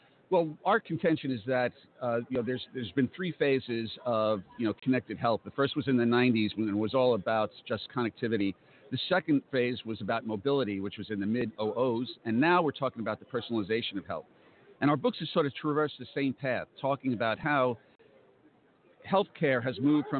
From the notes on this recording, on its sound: LIVE From #HIMSS17 Day Three. Health Information Management Systems Society (HIMSS) 2017 Annual Conference and Exhibution from the Orange County Convention Center in Orlando, Flo.